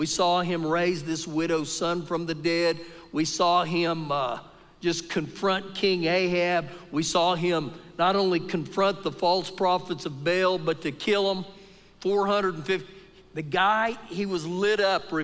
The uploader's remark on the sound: Recorded live during our Sunday morning service